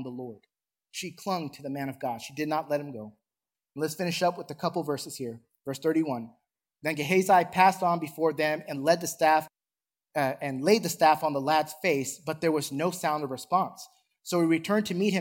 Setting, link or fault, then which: setting, large echoing room